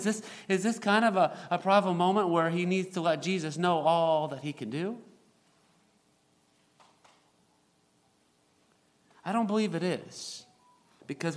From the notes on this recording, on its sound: recorded April 1, 2023, at Ringgold Seventh-day Adventist Church